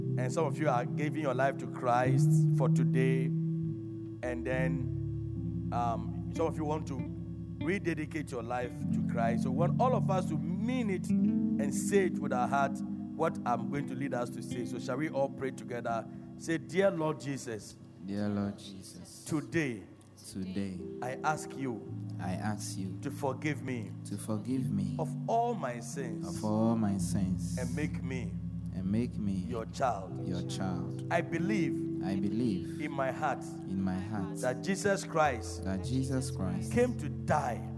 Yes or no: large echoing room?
yes